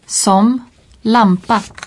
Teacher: La voyelle qui précède un M n'est jamais nasalisée.